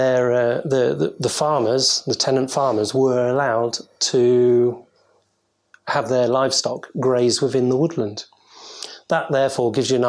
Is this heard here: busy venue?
no